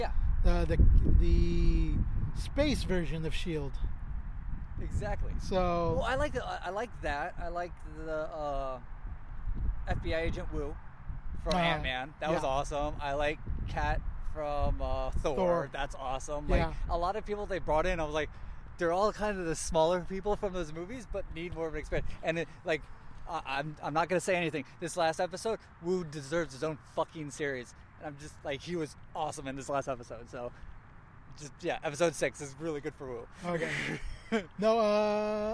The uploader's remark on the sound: Recording in Park. We recorded this in a park in Long Beach to maintain social distracting.